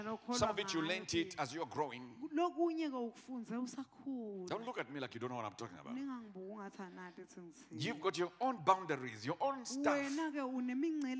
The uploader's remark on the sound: Recorded Live at the Apostolic Hub on February 6, 2022.